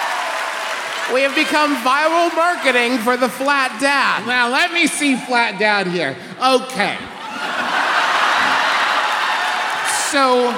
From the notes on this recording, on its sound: Another live show from our most recent tour: Our maiden voyage to the good city Philadelphia.